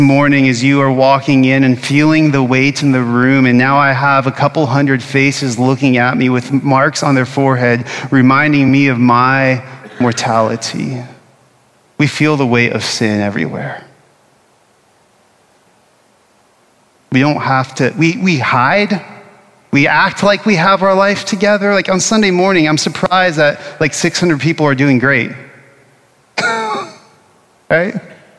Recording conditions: large echoing room